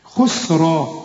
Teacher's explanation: فخم الراء قوي لأنها إيه مفتوحة، كل راء مفتوحة في القرآن مفخمة، وتكون إيه في التفخيم أكثر لأنها بعدها ألف.